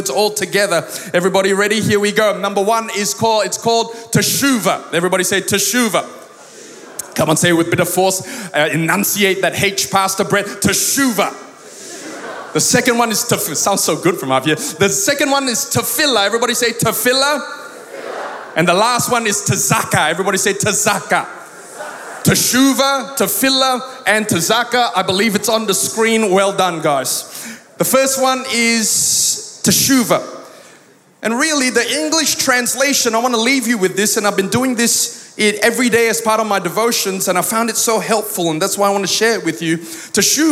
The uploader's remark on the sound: Recorded live at Planetshakers Church (Melbourne)